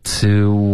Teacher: to 结尾呢，你的嘴唇要嘟起来